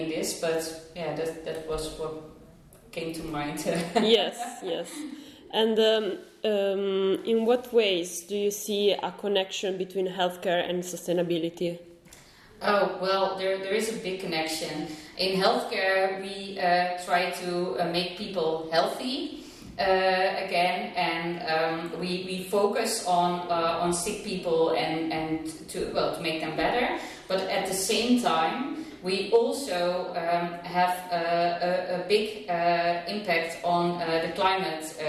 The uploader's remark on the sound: This special episode of GreenTalks was recorded at the TechMed event at the University of Twente